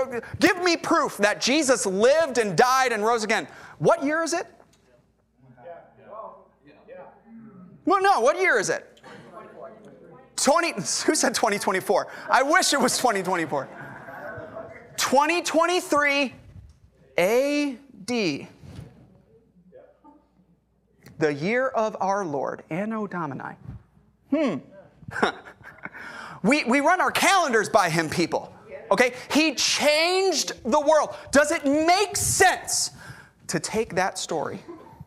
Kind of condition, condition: setting, large echoing room